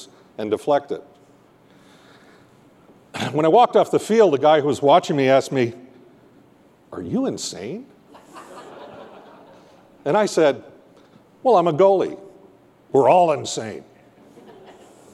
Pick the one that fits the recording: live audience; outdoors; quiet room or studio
live audience